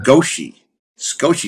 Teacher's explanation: you don't pronounce the first vowel sound